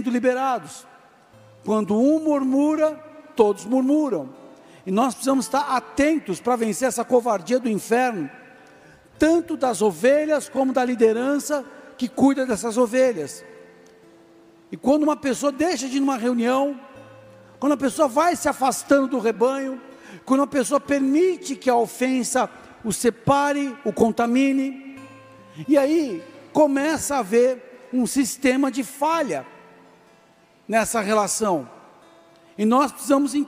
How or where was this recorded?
large echoing room